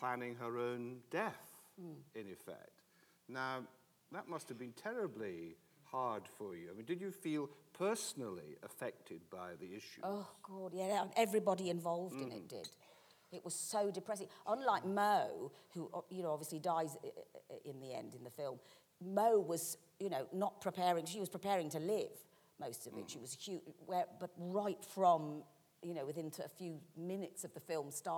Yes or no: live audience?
yes